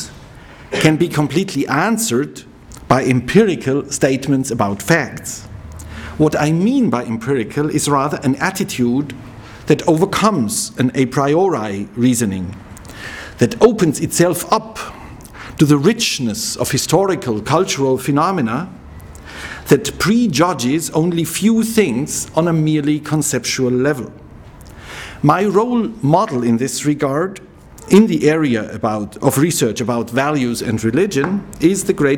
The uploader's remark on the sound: He delivered this lecture on October 13, 2009 at the University of Chicago's Classics Building.